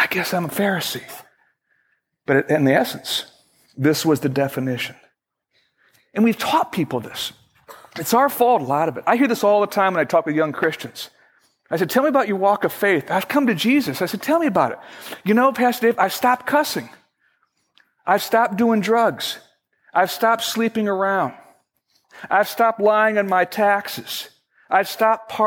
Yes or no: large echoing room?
yes